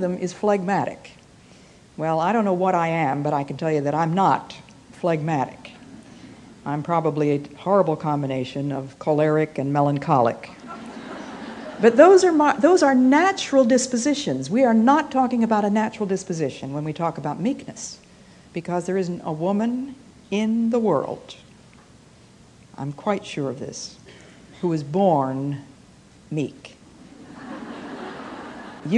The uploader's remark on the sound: Though originally given at a women's conference